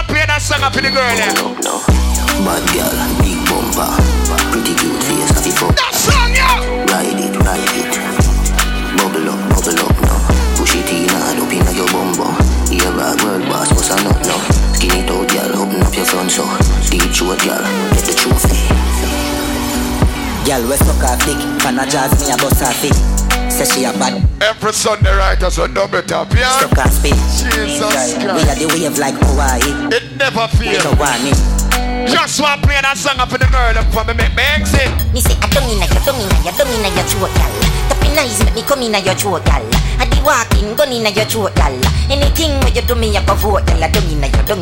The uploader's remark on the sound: Doubletap Sundays 2/21/21 (LIVE AUDIO)